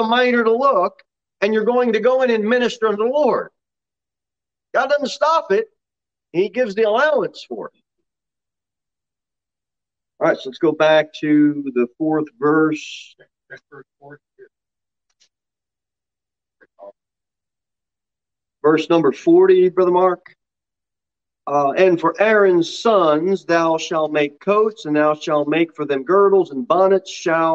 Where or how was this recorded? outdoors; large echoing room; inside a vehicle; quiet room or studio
large echoing room